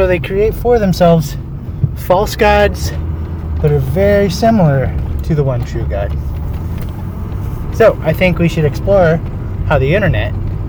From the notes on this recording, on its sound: As I was driving to feed my pigs, I thought I would share what I've been thinking about regarding the god of this age.